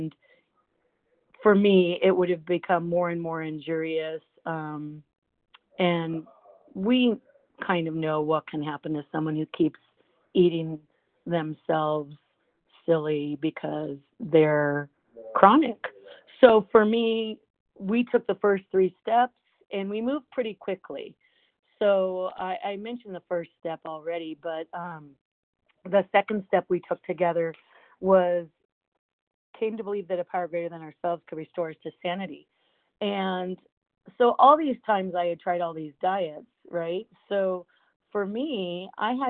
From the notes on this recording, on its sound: from the 100 Pounders Phone Meeting on 12/17/20